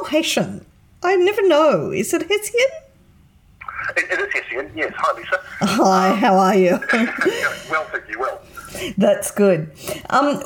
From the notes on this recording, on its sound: has a chat over the phone